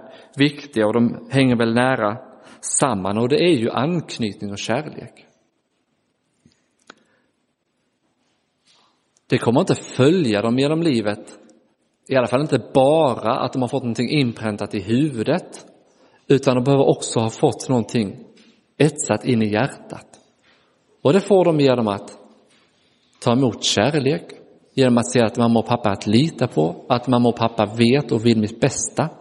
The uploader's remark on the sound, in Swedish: Inspelad i Roseniuskyrkan den 30 april 2023.